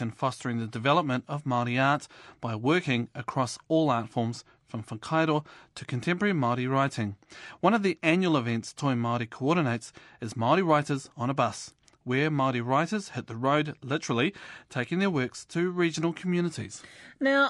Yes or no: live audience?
no